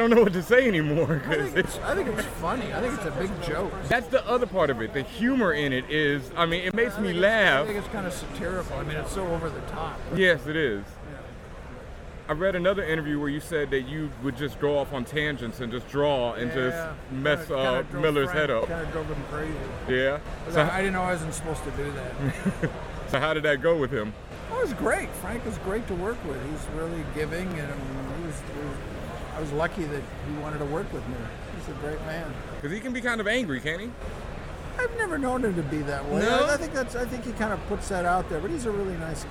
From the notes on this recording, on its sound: live at New York Comic Con 2013